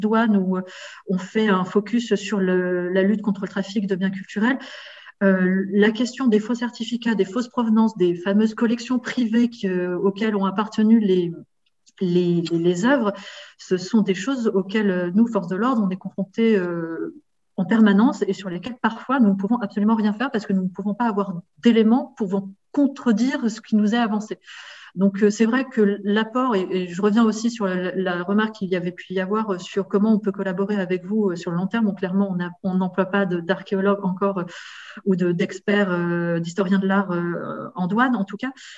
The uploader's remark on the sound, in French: Séminaire de recherche enregistré sur Zoom